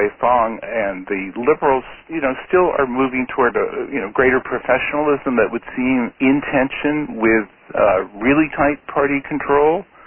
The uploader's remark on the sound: On-the-record teleconference. A question and answer session followed the speakers' remarks.